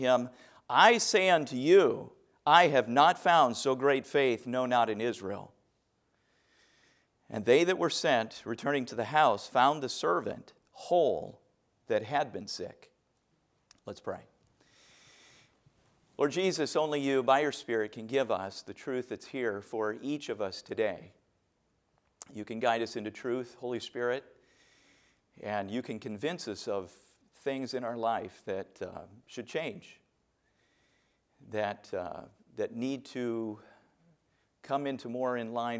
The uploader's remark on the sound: A message preached from the chapel platform at Baptist College of Ministry.